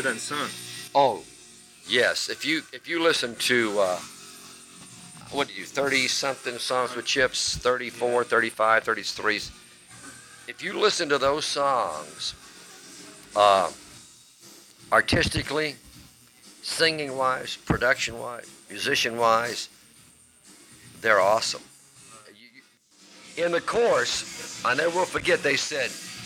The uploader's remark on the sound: this little interview was recorded during my dinner